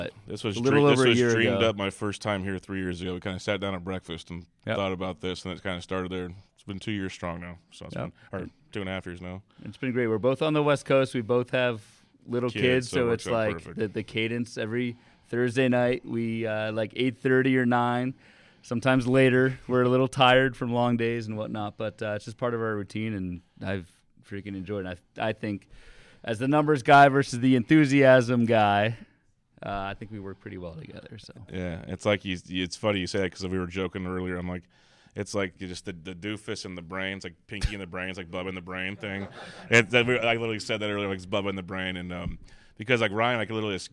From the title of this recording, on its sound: LIVE From FPAZ 2023